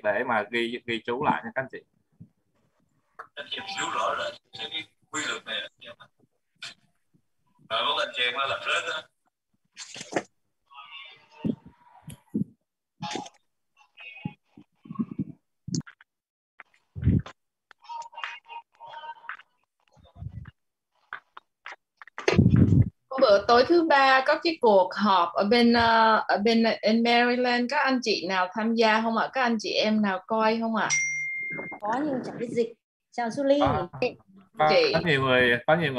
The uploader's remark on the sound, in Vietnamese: Zoom Onpassive ngày 21.08.2021